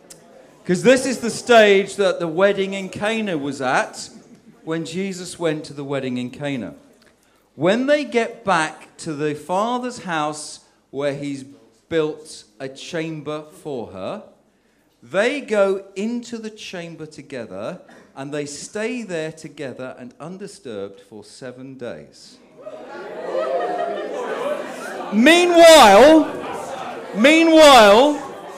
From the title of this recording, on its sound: Sermon at St James Alperton